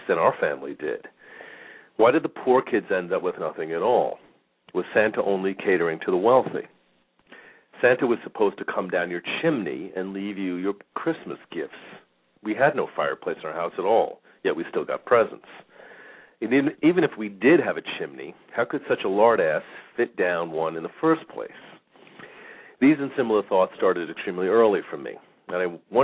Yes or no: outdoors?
no